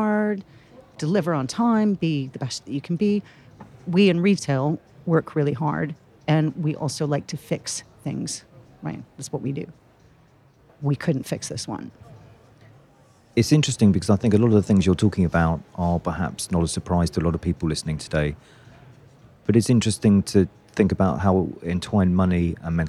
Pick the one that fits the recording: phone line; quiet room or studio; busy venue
busy venue